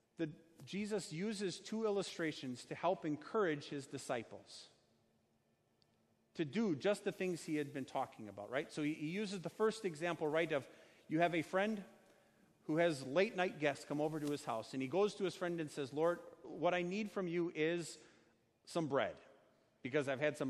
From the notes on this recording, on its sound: Sermon preached on Sunday, July 14, 2019, at Our Savior Lutheran Church in Birmingham, AL.